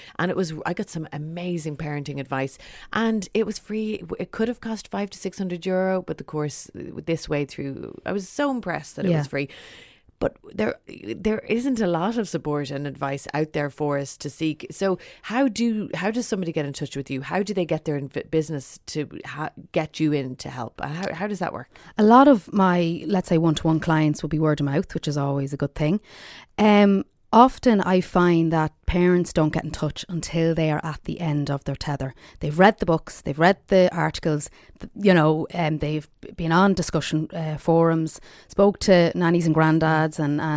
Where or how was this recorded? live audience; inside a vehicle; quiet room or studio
quiet room or studio